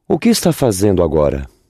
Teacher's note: So we had está, with an S sound, not a sh sound